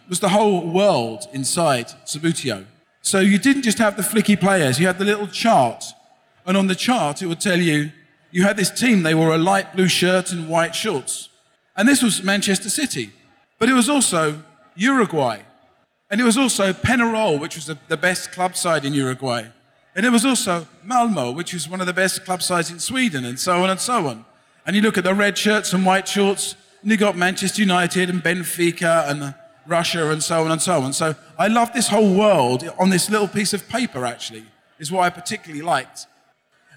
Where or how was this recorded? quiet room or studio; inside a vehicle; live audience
live audience